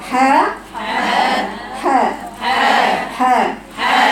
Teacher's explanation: هو حرف حاء رقيق لكنه غير مال او غير مفخم عند النطق به، وذلك باستفال ترقيق باعتدال واستفال اقصى اللسان عند النطق به، لانه حرف مستفل حرف ايه لا يستعلى اقصى لسانك.